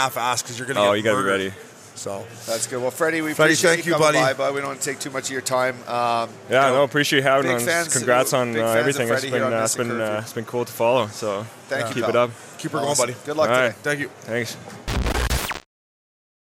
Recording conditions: busy venue